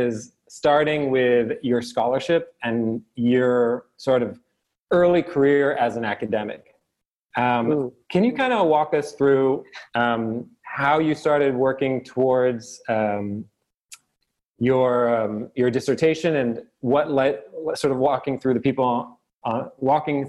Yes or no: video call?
yes